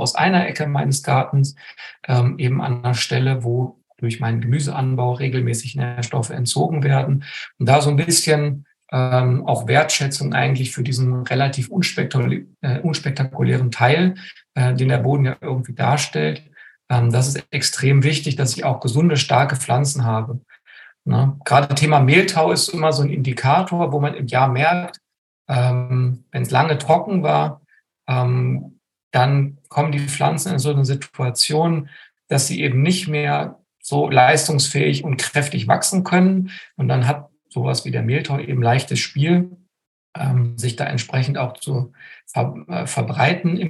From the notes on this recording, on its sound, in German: Mit dieser Folge veröffentlichen wir die letzte Aufnahme unseres Gartenkongresses 2023 zum Saisonstart. Diese Folge ist ein Mitschnitt eines Live-Webinars.